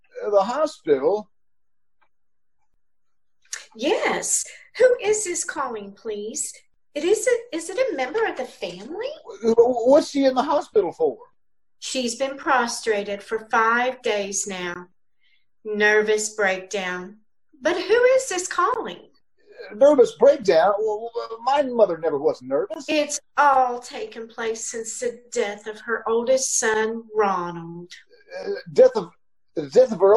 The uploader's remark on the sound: KCAL Zoom recording.